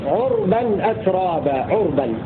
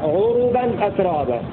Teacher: قرأ شعبة وحمزة بسكون الراء في عربا أترابا، عربا، وقرأ الباقون بضمها عربا أترابا